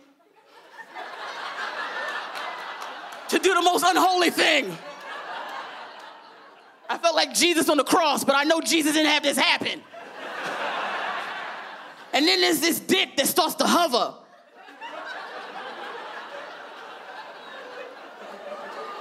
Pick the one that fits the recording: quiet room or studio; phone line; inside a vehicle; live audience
live audience